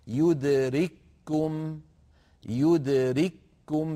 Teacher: دخلت الكاف الأولى في الكاف الثانية فصارت كافا واحدة مشددة